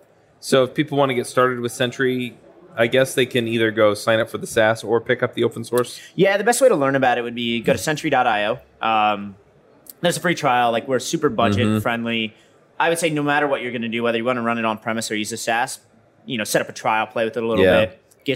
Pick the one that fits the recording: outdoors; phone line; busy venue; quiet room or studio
busy venue